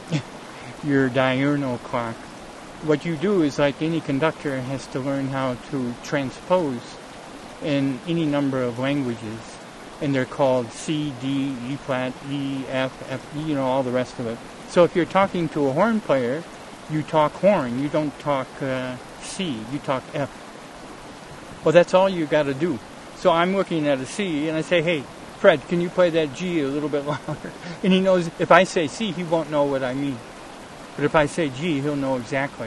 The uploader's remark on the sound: A streamside introduction. Recorded in the OREGON mountains, on a beautiful JULY morning. The #Sun2Sound little speaker & mp3 player I keep referring to and using during the the talk.